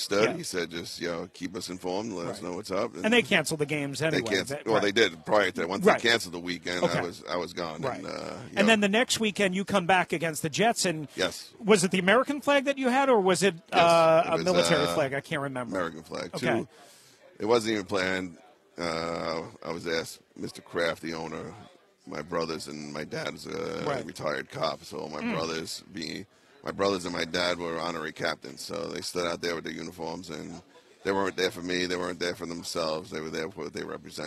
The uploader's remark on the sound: Live From Radio Row